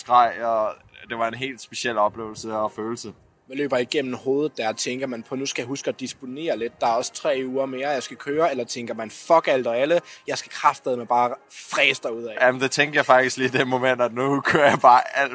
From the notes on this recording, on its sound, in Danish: (Næsten) live fra Rådhuspladsen. Vi sendte semilive. Vi skal beklage lyden, men sådan er det, når man optager på balkonen foran en propfyldt Rådhuspladsen.